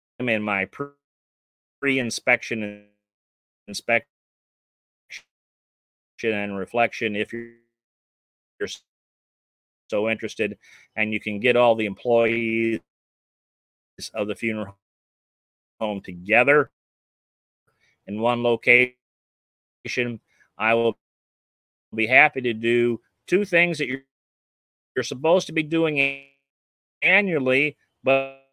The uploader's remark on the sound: Poor connection during last 5 minutes.